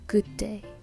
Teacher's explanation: good day も最初の good の d がまあ消える感じになります